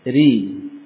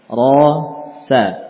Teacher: Saat di kasrah maka ro dibaca tipis.